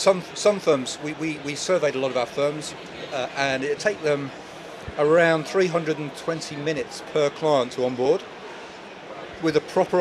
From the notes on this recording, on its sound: Accountex 2023 Live Interviews. These interviews were recorded in our unique recording studio on the exhibition floor at Accountex 2023.